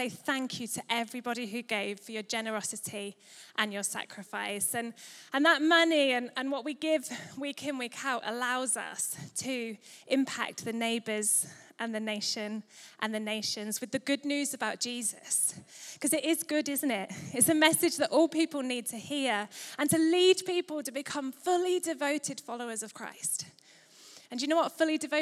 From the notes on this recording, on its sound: Recorded live at Life Church Lancashire